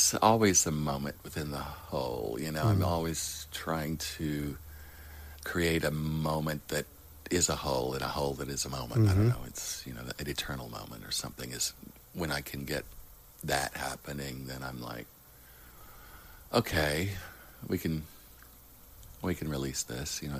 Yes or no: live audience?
no